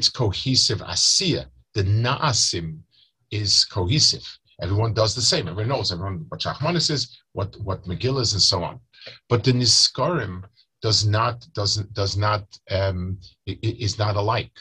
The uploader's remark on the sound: Delivered over Zoom to Chullin Chaburah.